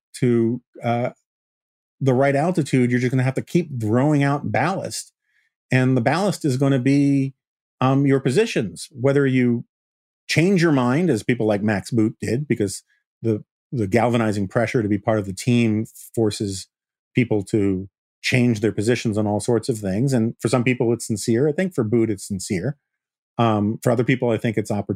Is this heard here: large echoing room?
no